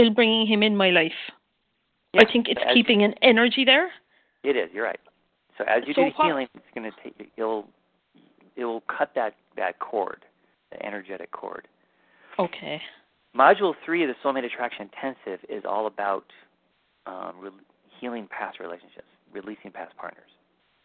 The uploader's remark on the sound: Live Q&A Calls